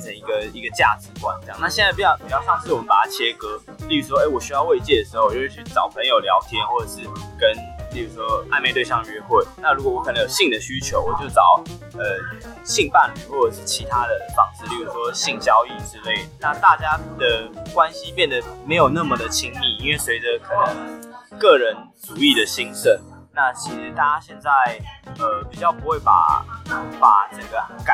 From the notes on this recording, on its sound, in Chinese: 本集音檔為 2019 年錄製，錄製時收錄較多環境雜音，已降噪處理加上背景音樂